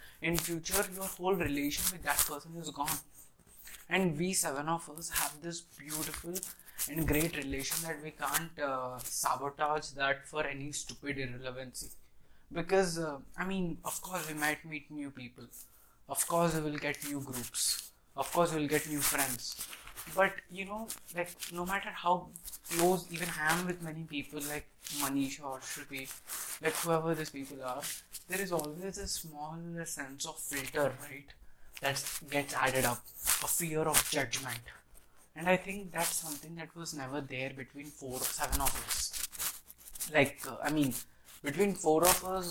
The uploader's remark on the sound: pardon my background noise